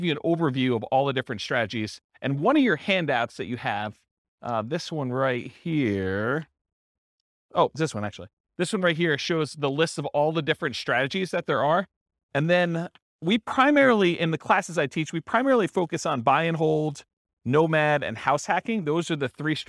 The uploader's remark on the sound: This was a live class recorded